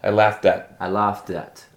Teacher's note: it goes from a D when you read it to a T pronunciation. It goes back to a D with the American T pronunciation.